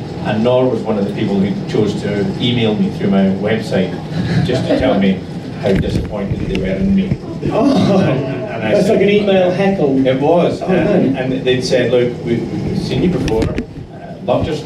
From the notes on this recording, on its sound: (Live). This episode has a sound recording problem which doesn't reflect the quality of usual episodes.